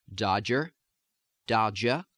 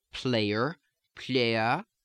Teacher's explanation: when we have the final ER sound, or a final R following any other vowel, it is basically going to almost drop.